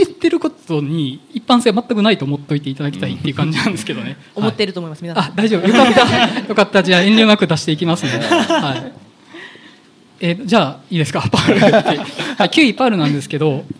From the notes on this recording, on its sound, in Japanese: ネイキッドロフト横浜で行われた公開収録